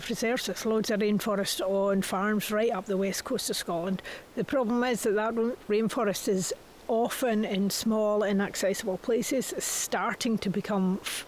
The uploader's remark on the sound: Recorded on site at Tanish National Nature Reserve